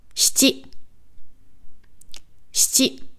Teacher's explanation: Und das I vom Shi wird eigentlich schon richtig verschluckt.